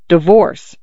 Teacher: She thought of the word divorce, mentally pronouncing it divorce, but the one time he said it, he bit off the first syllable like a hiccup